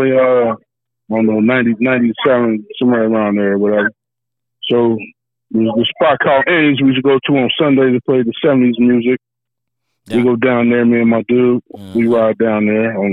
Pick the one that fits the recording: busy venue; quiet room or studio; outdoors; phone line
phone line